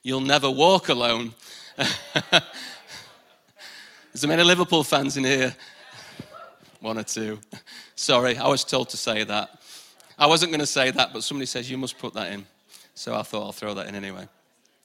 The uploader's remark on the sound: Recorded live at the Chesterfield Campus this is the message from the morning service.